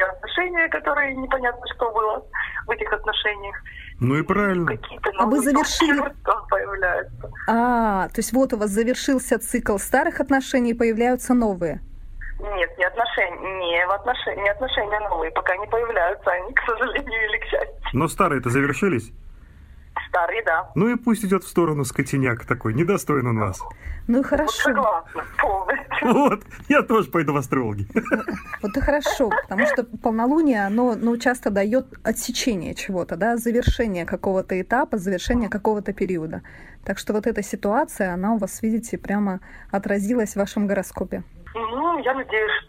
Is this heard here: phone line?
yes